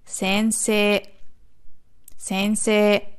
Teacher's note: Das I, das hinten dran ist, nach dem Se, verlängert nur das E. Es wird nicht extra als I ausgesprochen.